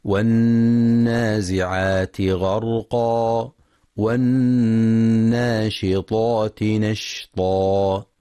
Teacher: ينتبه القارئ لغنة النون المشددة في كلمة والنازعات والناشطات، فهي أكمل ما تكون فيها.